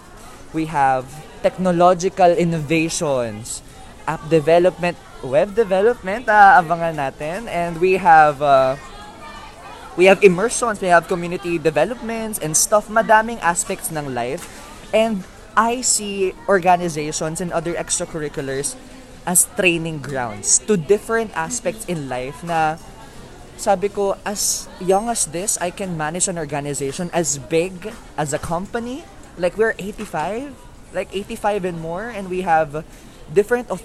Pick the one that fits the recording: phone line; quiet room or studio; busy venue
busy venue